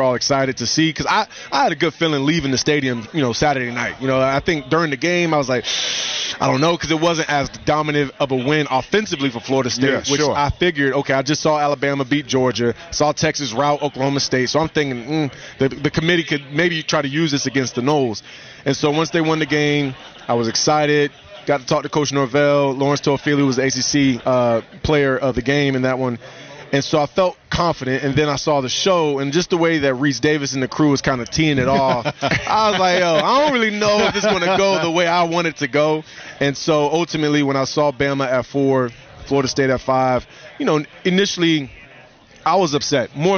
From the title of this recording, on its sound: Live From Radio Row at Army/Navy